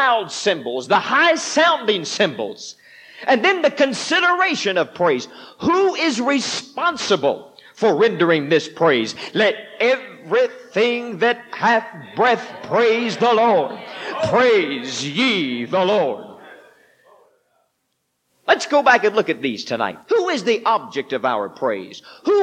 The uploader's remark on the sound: This sermon was preached at the Mississippi Church of God Winter Camp Meeting 03/30/1989